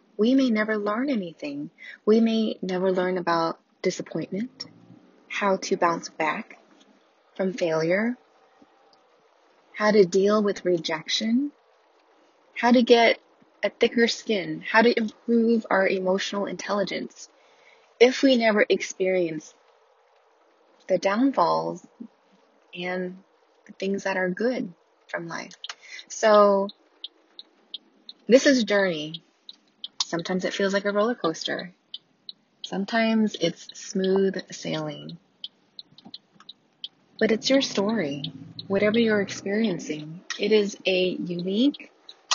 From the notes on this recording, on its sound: I didn't bother editing anything. Here's the raw recording straight from my car, ambient car noises included!